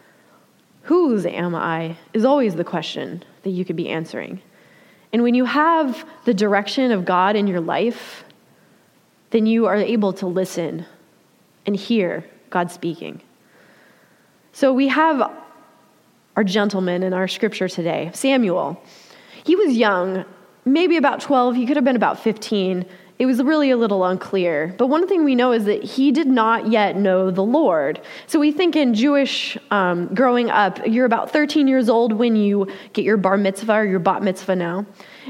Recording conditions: live audience